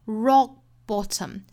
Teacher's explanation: 两个爆破音相遇只能是失去爆破一个哈，我们失去前面的 k 读后面的 bottom 就好了。那这个 k 的发音也是要求我们一定要摆口型，虽然不爆破但是要求我们要摆出口型来的。